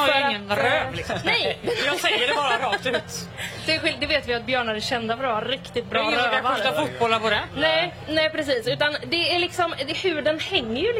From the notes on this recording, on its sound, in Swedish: Live från WOW. På festivalen.